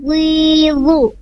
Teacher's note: Dzu itu makhrajnya di ujung lidah, diletakkan ke ujung gigi seri atas. Dzu kemudian diangkat pangkal lidahnya.